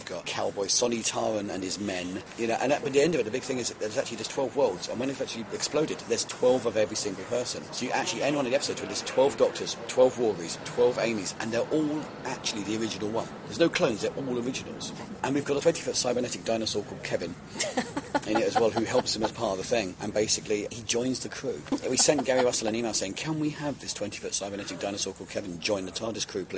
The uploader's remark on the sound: With a microphone at MCM Expo, the big comic con down in London.